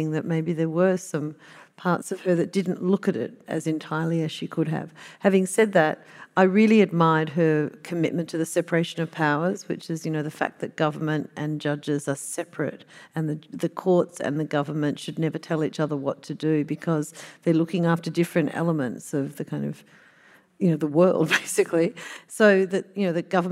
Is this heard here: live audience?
yes